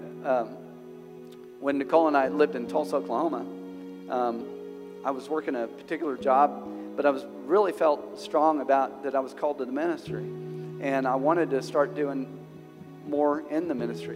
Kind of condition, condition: setting, large echoing room